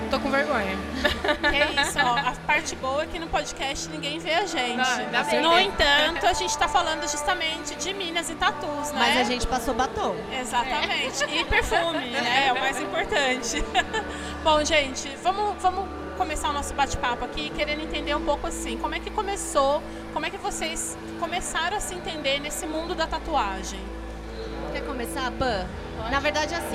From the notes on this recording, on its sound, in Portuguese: gravados diretamente da III Mogi Expo Tattoo, o maior evento de tatuagens e piercings do Alto Tietê